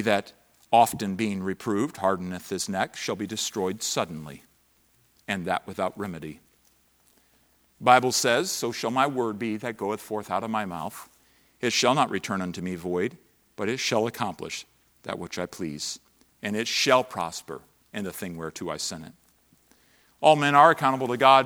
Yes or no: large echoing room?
yes